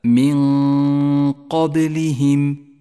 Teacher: نخفي النون بالقاف مع بقاء غنة للنون زمنها حركتان، تخرج هذه الغنة من الخيشوم ومن مخرج القاف متجافيا عنه قليلا هكذا من قبلهم، وهي غنة مفخمة. · Term: الإخفاء